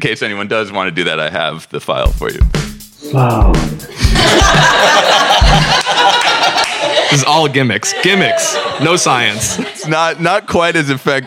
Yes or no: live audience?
yes